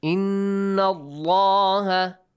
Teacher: Nun مشدد also. Nasal sound.